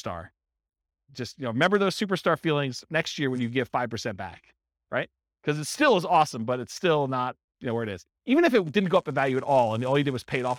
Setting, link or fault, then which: setting, live audience